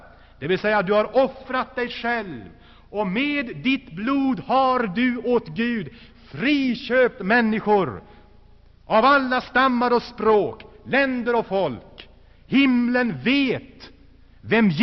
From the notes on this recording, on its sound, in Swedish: Inspelad i Saronkyrkan, G&#246;teborg 1985-02-03.